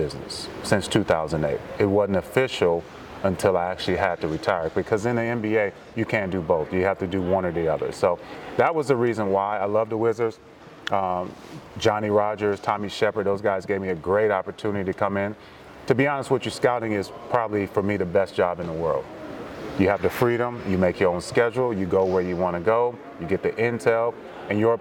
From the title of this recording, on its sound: Live from the NTX Combine